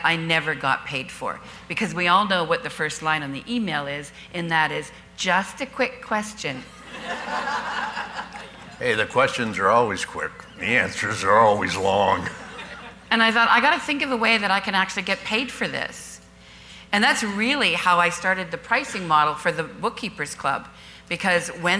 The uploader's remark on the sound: Live Broadcast at the The IPBC IGNITE Conference.